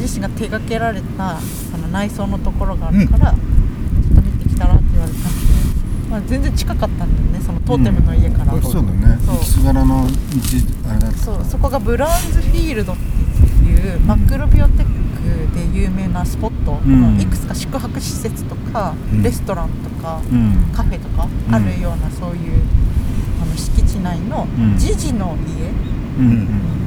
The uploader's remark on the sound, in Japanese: 2ヶ月ぶりにリアル収録。今回は3人で千葉県は大多喜町といすみ市にプチ旅行です。野外収録のため、雑音等、お聞き苦しい点がございます。